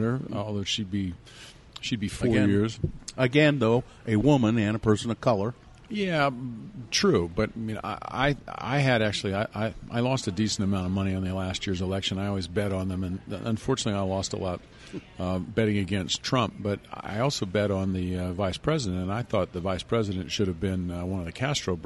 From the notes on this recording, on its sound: This episode was recorded at Zest in downtown SLC.